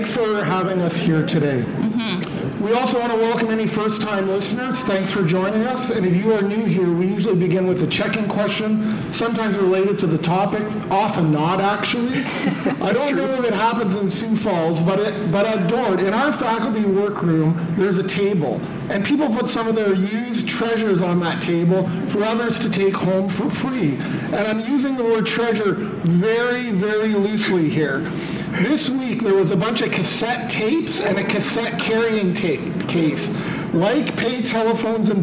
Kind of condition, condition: setting, large echoing room